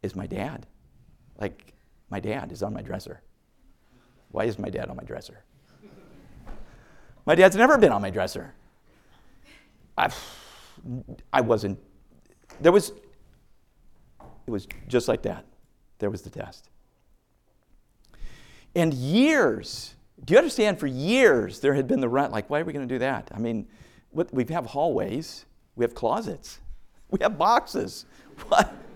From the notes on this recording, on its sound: A message preached from the chapel platform of Baptist College of Ministry.